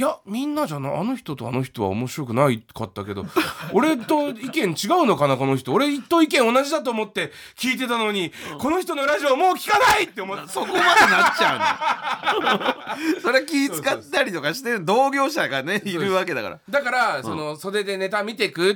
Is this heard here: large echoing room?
no